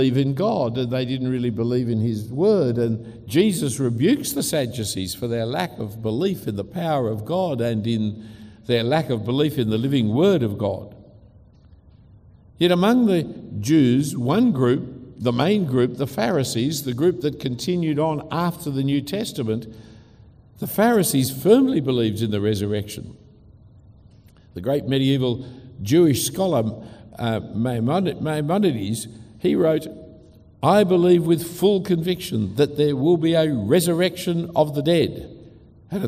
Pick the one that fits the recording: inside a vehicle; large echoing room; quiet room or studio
large echoing room